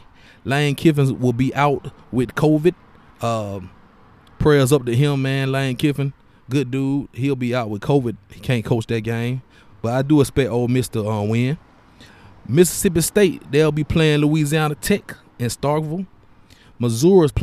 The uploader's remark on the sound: Live remote podcast from Exquisite Barber and Style.